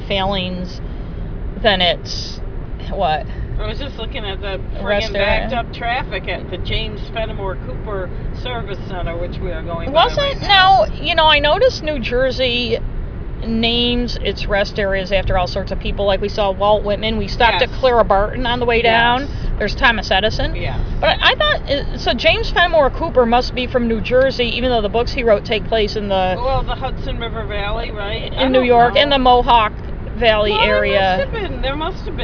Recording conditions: inside a vehicle